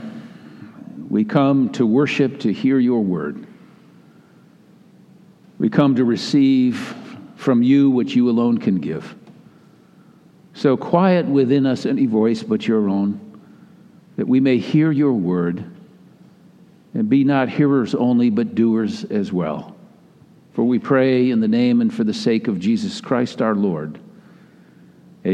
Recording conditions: large echoing room